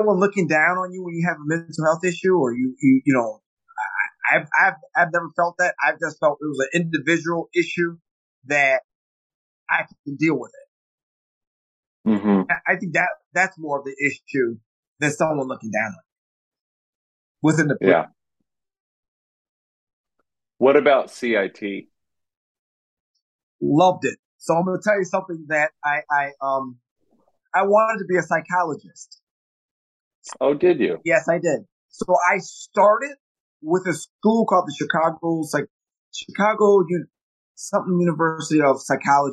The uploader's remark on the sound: Apologies in advance for our sound quality